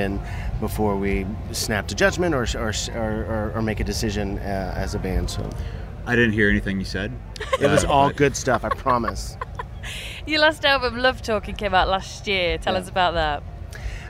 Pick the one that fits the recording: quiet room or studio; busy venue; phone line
busy venue